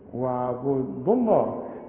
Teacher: واعبدوا الله، وع الأول، واعبدوا، دو، شوف، واعبدوا الله في واو الغيها، الواو الأولى تثبت وا، إنما الثانية هلغيها، واعبدوا الله كأن ما فيش عندي واو